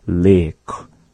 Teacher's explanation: Sometimes you hear them say leco, right? It's having the more elongated vowel, the double I.